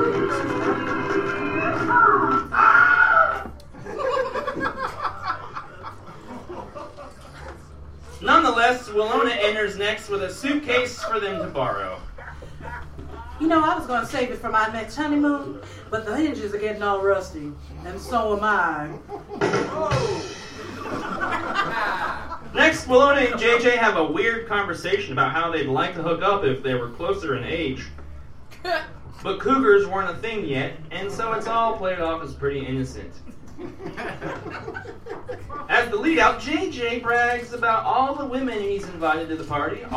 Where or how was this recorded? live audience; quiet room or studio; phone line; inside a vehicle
live audience